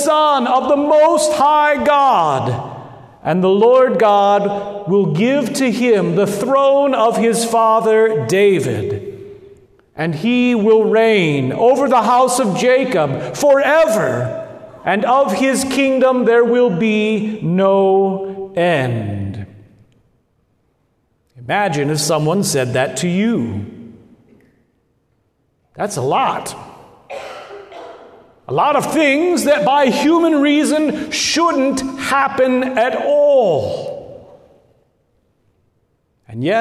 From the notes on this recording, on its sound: Good Shepherd Lutheran Church in Lincoln Nebraska